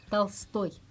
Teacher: c'est parce que l'accent est sur toy. Oui, et donc c'est O, si ce n'est pas accent tonique, donc c'est O un petit peu comme A.